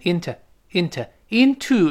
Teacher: 那个 o 会弱化成 a